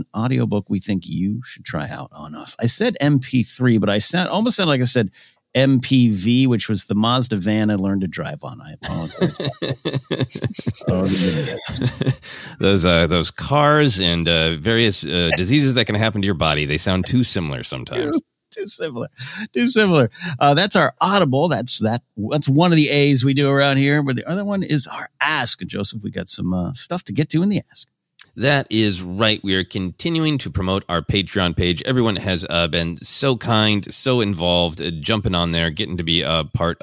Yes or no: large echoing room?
no